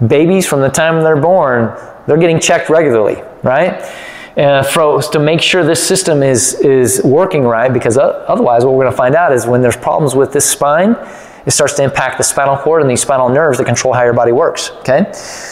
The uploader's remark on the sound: Part One of the Better Results Faster Workshop recorded live at Hill Family Chiropractic.